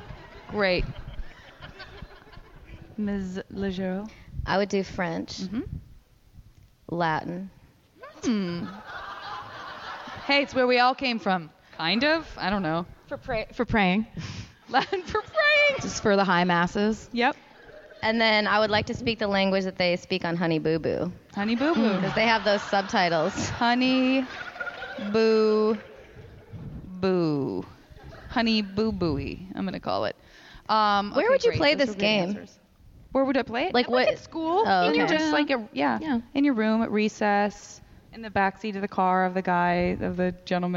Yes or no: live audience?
yes